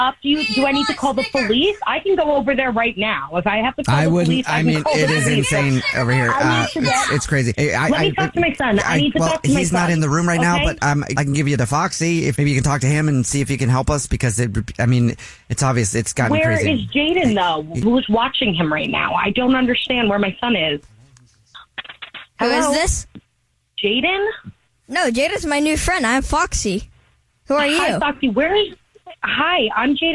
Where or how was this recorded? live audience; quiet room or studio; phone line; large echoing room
phone line